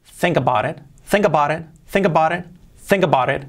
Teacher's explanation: la T que la hacemos como una R suave